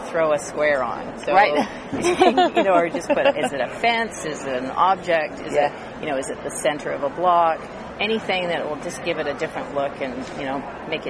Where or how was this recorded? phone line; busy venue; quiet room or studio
busy venue